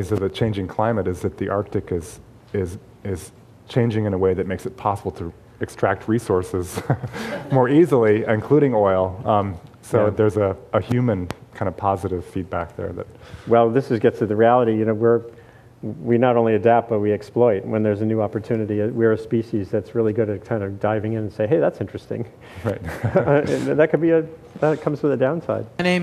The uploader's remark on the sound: Panel discussion at The Actors’ Gang, an event put on in partnership with the UCLA Institute of the Environment and Sustainability and with Environmental Humanities at UCLA.